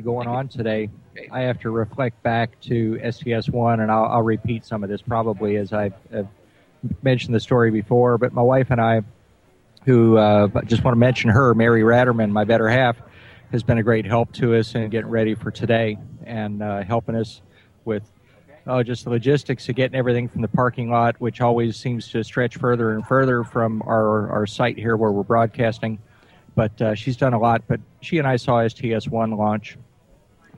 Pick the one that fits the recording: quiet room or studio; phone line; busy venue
busy venue